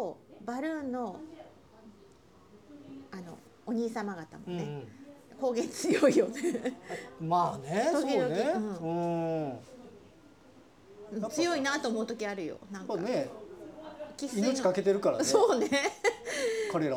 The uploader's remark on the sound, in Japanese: 収録場所／ ギャラリー喫茶「欒」。収録場所／ ギャラリー喫茶「欒」。